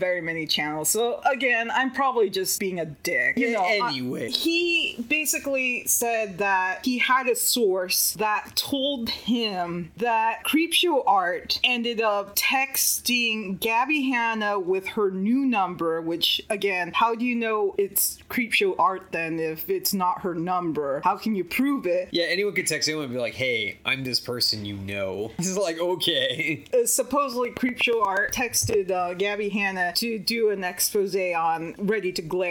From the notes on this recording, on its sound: We apologize for the static in the audio.